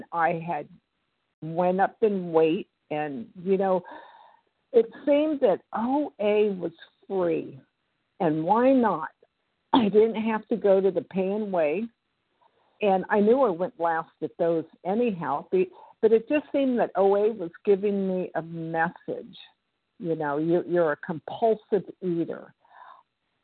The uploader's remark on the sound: 100 Pounders Phone Meeting, 1/26/24